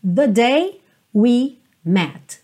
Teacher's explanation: esse the day fica bem curtinho, the day, e depois we met com mais espaço, com mais tempo